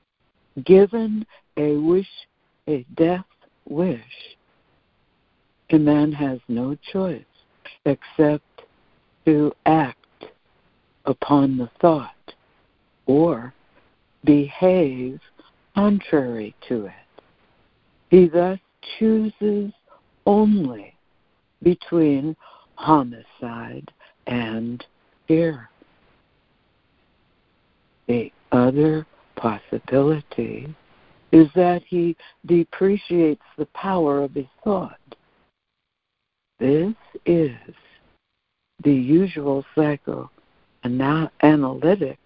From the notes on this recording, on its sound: ACIM Daily Conference Call